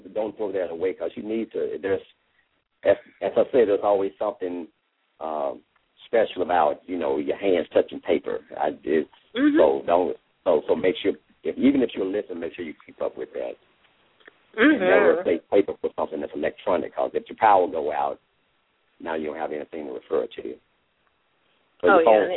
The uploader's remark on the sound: LML uses a progressive live call in format.